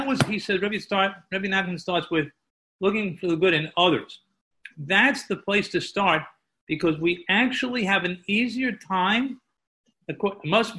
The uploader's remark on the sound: Live on Zoom 7-20-2020